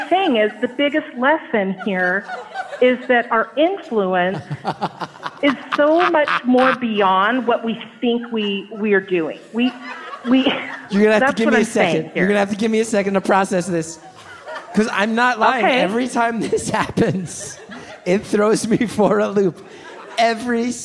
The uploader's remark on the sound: Live from Beaut/Con. The live Beautiful/CONonymous recording in Brooklyn.